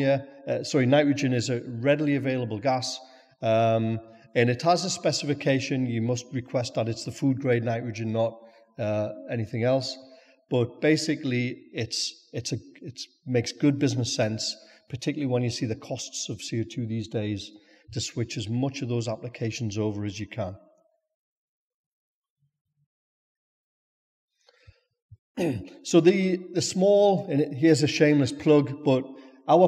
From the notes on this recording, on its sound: speak at our recent Brewers Lectures in Newcastle